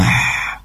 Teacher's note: haknya diperjelas dari tenggorokan bagian tengah. Tentunya memiliki sifat hames yang mengharuskan kita untuk mengalirkan nafas atau udara.